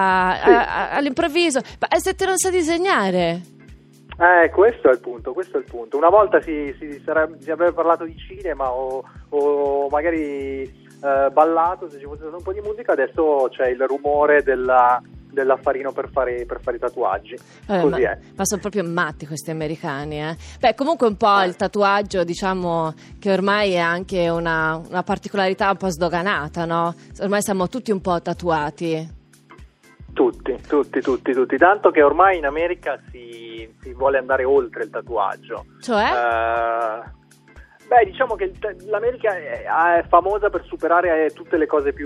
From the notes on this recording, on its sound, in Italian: Al telefono. Da Los Angeles.